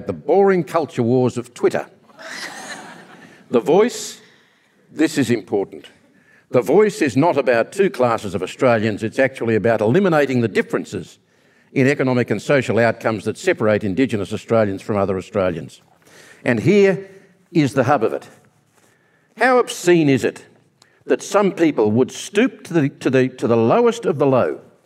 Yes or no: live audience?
yes